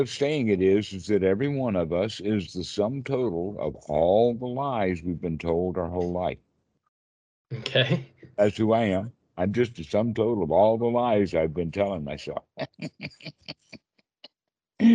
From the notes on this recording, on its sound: skype calls on this channel